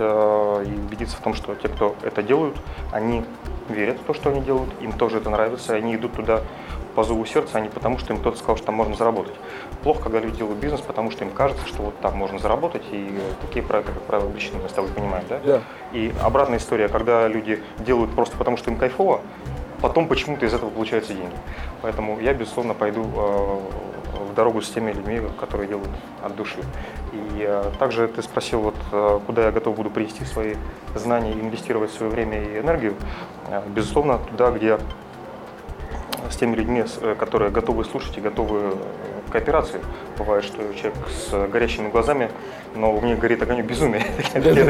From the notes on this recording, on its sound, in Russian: Первая запись подкаста "Берись и Делай" в витрине книжной сети "Буквоед" в центре города.